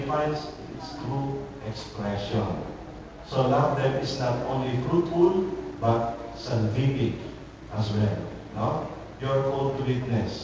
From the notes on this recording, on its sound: Recorded on October 3, 2010 at Don Bosco Batulao's Chapel On The Hill.